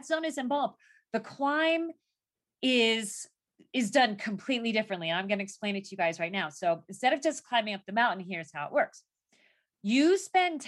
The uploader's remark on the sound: In this excerpt, from one of our monthly VIP Live Zoom calls with the 10,000 NOs Insiders Community.